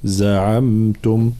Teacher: لابد من بيان الجهر في حرف الزاي